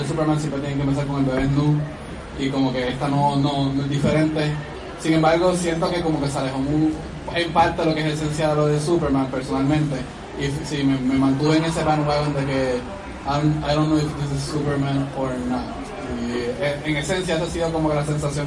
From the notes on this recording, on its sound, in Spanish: Grabación EN VIVO del panel. Que se llevo a cabo en la tienda Microsoft Store de Plaza las Americas.